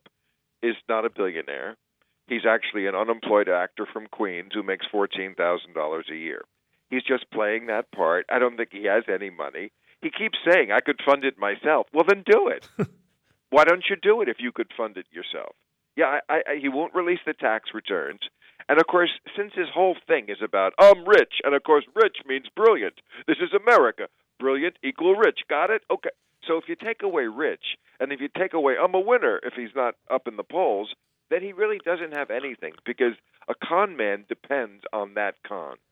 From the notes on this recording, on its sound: joins us by phone.